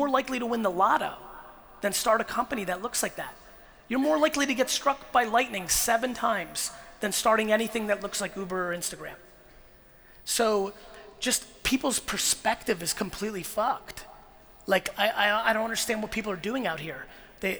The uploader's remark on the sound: Melbourne 2018 Keynote